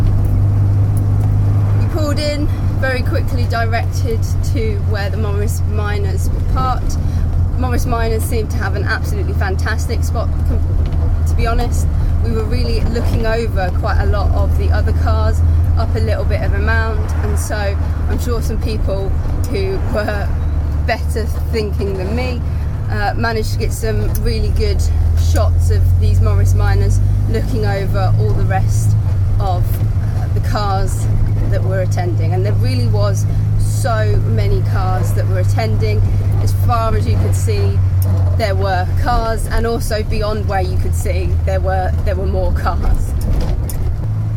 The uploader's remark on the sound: Taking my Morris Minor to the BMC and Leyland show at the British Motor Museum. All recorded from my 1968 Morris Minor. My first visit to the British Motor Muesum in Gaydon, for the BMC and Leyland day.